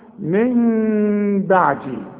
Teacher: اقلاب هنقلب النون الى ميم، ونخفيها بالشفايف اخفاء مع الغنة، واسمع نطقها من بعدي، ما اقولش من بعدي واقولها نون، ولا اقولها ميم خالصة واقول من بعدي، يحصل انفراد في الشفايف.